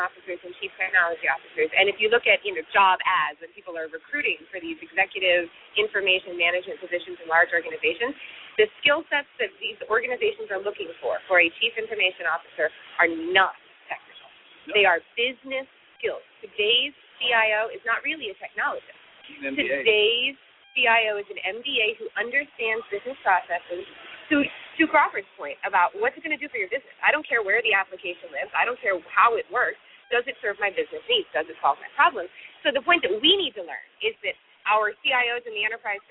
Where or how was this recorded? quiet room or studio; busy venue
busy venue